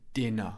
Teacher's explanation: I don't pronounce the R in British English. I don't say dinner, I say dinner.